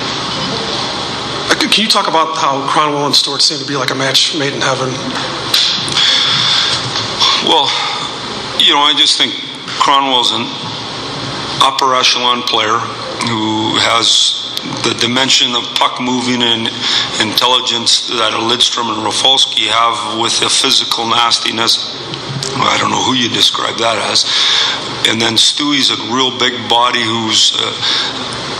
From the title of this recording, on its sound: Stanley Cup Finals, off-day press conference